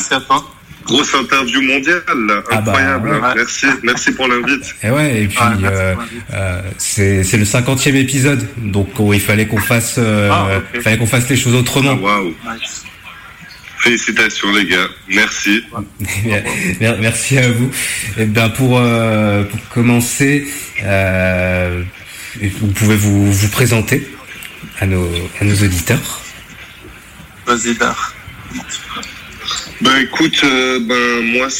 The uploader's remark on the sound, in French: du coup on a contacté par téléphone